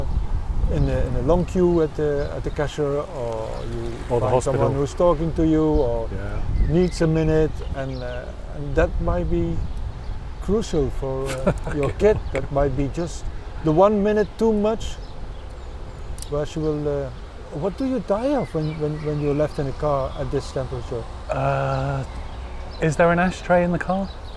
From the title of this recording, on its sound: Radio On Science – outside broadcast